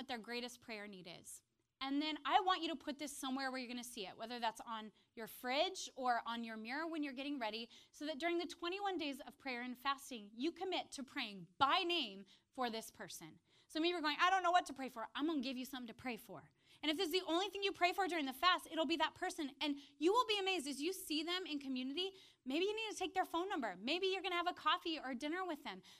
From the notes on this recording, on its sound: preached this message on January 7th at our Upper West Side communiy